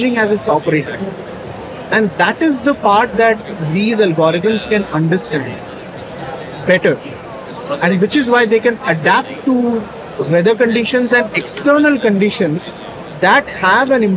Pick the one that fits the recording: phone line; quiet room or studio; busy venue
busy venue